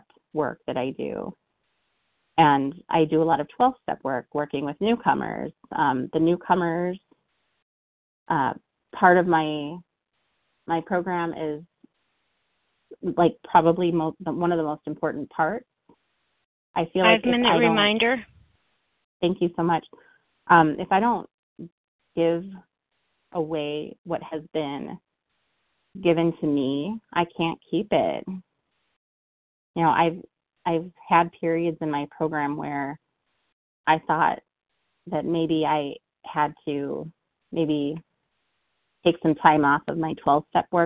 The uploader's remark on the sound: from the 100 Pounders Phone Meeting